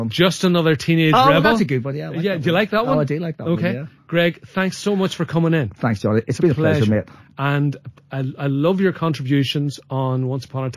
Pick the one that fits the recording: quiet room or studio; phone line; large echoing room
phone line